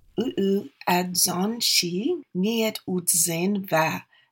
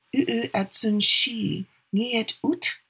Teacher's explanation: when her speakers wanted to go into an introverted state, they changed all their sounds to voiceless sounds · Shown in: second take